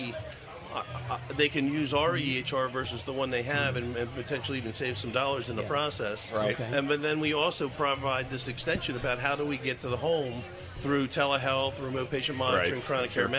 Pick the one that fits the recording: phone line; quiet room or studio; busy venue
busy venue